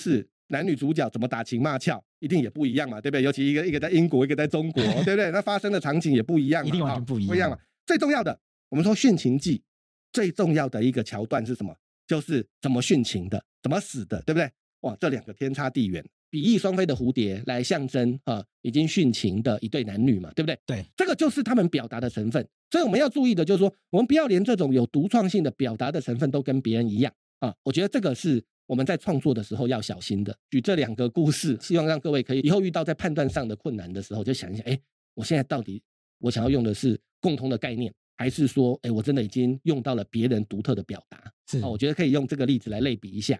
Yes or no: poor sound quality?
no